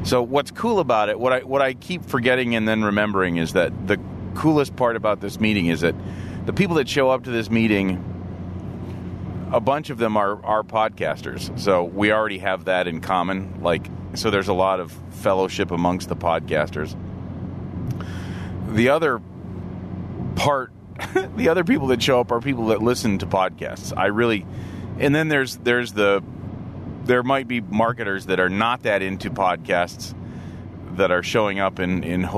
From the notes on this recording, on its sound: This episode was recorded with a new recorder/mic in the car. Today's episode is just some thoughts I'm having on my way to work using a new recorder/mic that I'm bringing to the VoD. Yellowtec iXm mic/recorder.